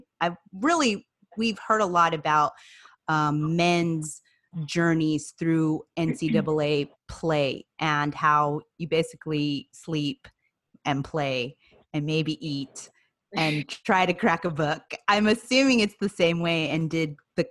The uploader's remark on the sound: Joins us in our latest Zoom episode.